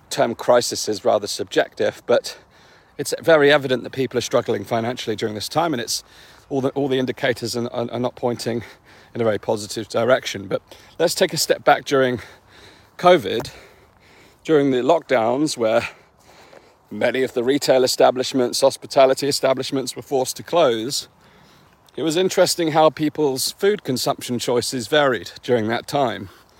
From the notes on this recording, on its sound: In this walk & talk